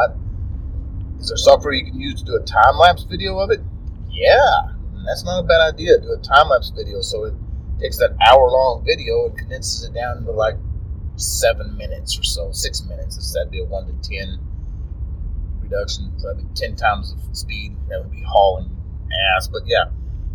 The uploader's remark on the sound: Sorry for the poor Audio quality on this one.